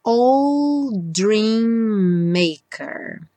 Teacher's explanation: Old Dream, temos DD, só um D aparece